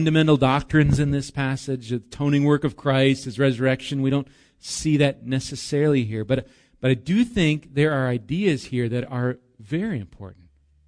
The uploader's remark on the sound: Recorded live at Bethany Bible Church on 8/11/19